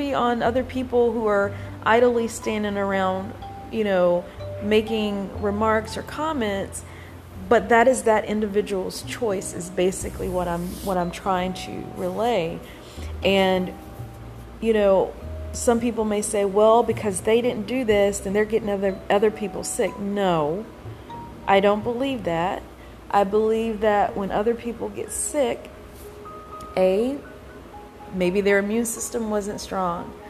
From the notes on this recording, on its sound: My apologies for the static background noise everyone.